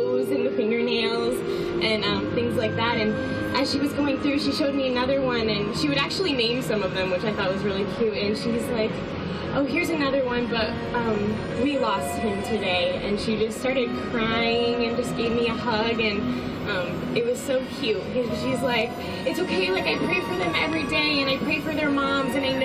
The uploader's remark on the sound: he allows the crowd to speak freely into the mic and share their own thoughts.